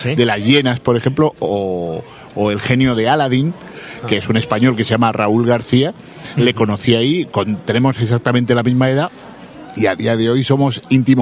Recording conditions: busy venue